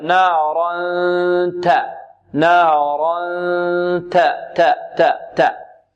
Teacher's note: والإخفاء هنا أقل زمن من الإدغام أو النون مشددة